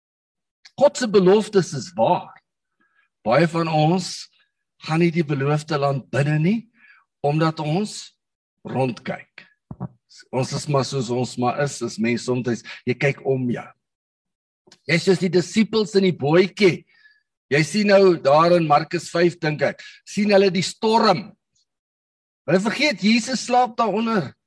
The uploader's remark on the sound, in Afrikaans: Manne van die Woord Zoom Byeenkoms.